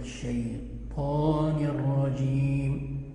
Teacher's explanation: الطاء هنا مفتوحه وبعدها الف وهو أعلى درجة التفخيم